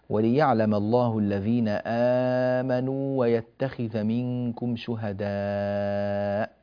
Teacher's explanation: أنبه إلى أمرين: آمنوا ويتخذ، هنا حرف الواو المادية جاء بعده واو متحرك، فلا تدغم الواو المادية في الواو المتحرك، لا يحصل هذا الإدغام، هذا أمر.